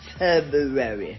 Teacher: The first R is often overlooked because it's not pronounced.